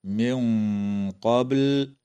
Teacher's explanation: وتخفى النون الساكنة عند القاف مع الغنة مفخمة في قوله تعالى: من قبل، مع قلقلة الباء في كلمة قبل.